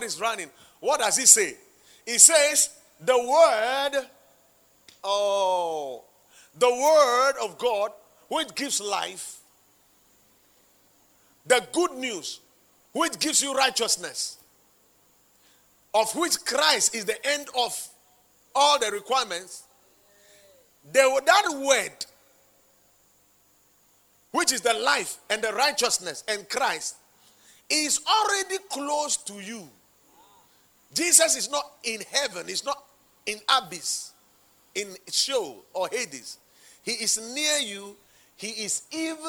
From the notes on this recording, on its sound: Preached at the Watered Garden Church in Takoradi